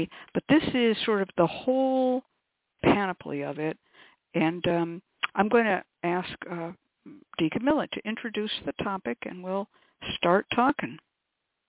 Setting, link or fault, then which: link, phone line